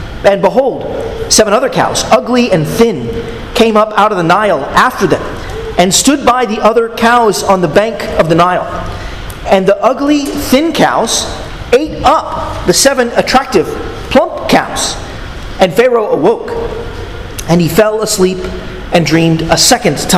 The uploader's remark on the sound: at Arlington Baptist Church in Arlington, Virginia